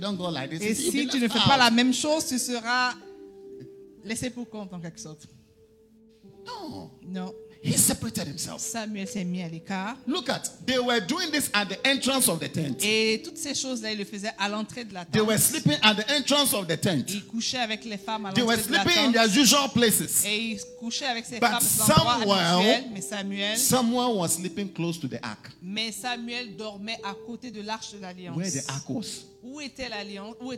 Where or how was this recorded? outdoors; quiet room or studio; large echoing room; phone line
large echoing room